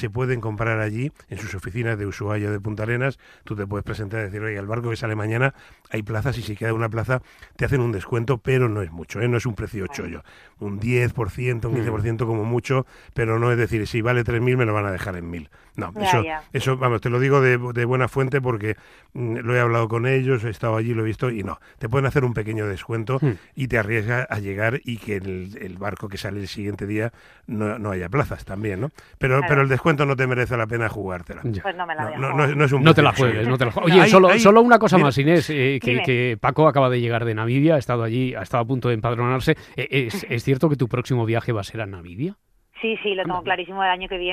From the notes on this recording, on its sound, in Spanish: le envían al WhatsApp del programa a través de notas de voz